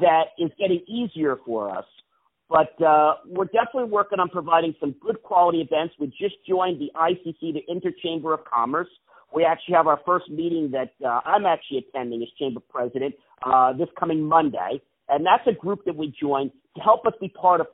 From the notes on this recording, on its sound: On the phone